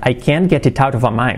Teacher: las T's como R suaves